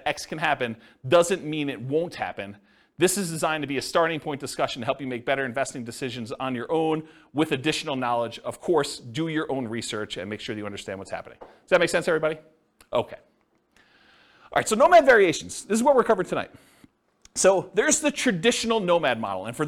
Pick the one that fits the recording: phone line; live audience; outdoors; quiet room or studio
live audience